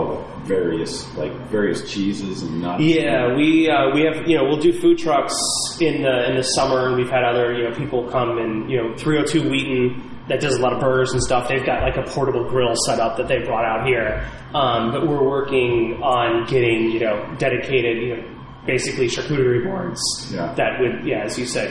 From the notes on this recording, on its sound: Please note: the taproom was very echoey, so our recording reflects that somewhat.